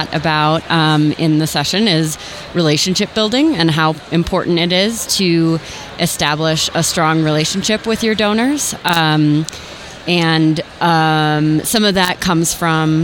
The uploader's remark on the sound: This was recorded at the 2023 Nonprofit Technology Conference, hosted by NTEN.